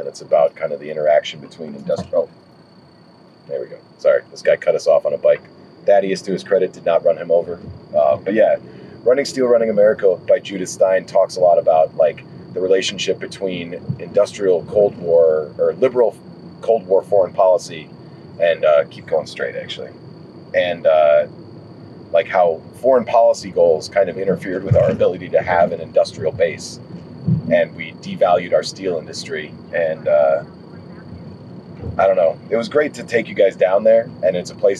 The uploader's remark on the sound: Driving through the forgotten parts of Chicago.